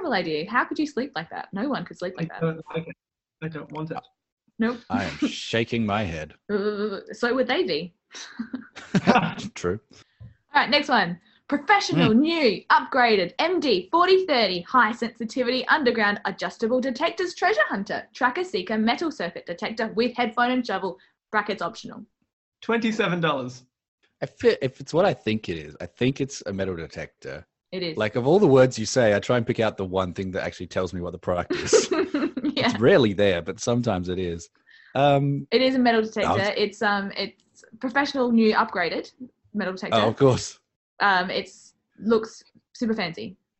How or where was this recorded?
video call